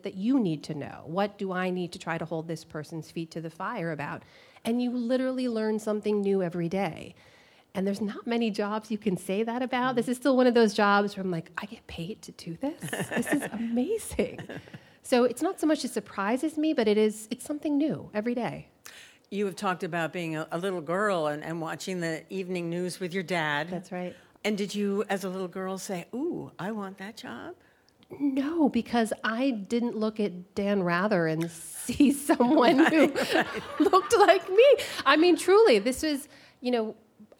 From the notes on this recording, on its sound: before a live audience